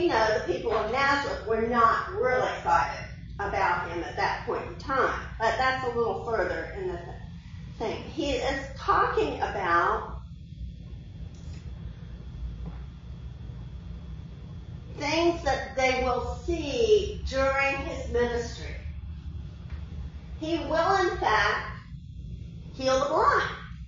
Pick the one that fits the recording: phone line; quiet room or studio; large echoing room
large echoing room